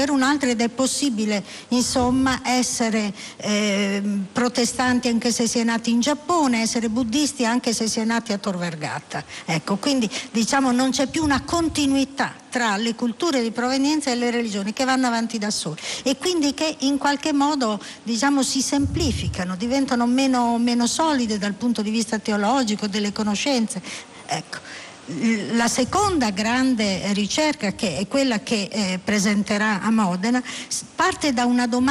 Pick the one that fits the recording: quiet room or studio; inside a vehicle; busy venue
busy venue